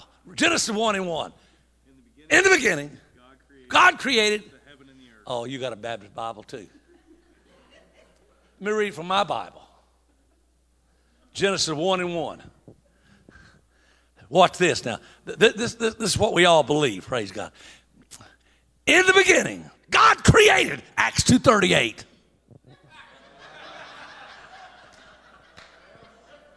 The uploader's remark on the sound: At the Church Growth & Planters Conference 2021. This is a local OHNAM Conference designed for church planters in the Ohio region.